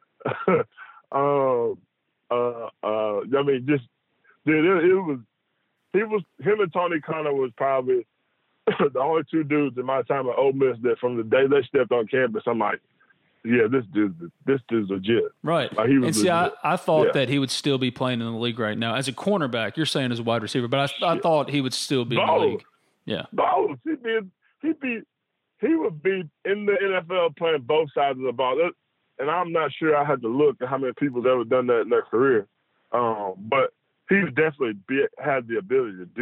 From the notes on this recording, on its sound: joined on the Modern Woodmen phone line (37:05)